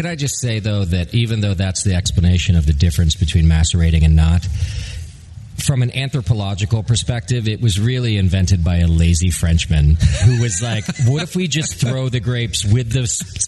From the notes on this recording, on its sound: Live From Russian River Brewing Company. At his famed Russian River Brewing Company's new location in Windsor, California for some live pod.